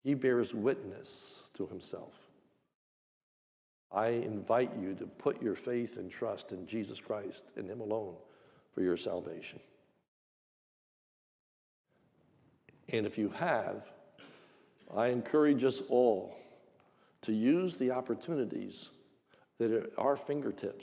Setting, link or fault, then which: setting, large echoing room